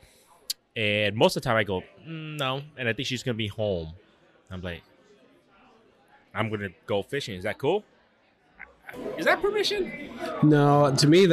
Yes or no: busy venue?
yes